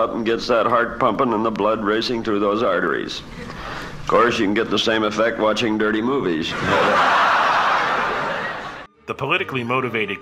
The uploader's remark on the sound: This clip is taken from his 1970 "Live at the Ice House" set.